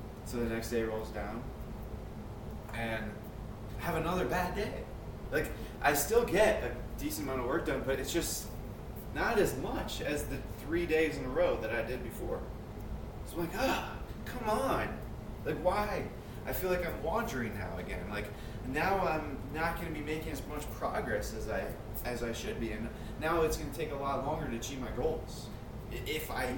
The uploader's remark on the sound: Sorry about audio